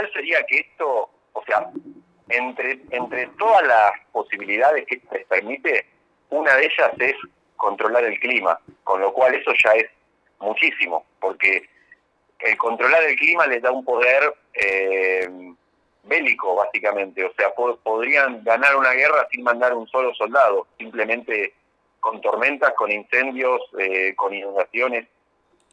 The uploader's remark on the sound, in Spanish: Charla Telefonica